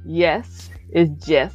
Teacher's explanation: Everything has a J where the Y is.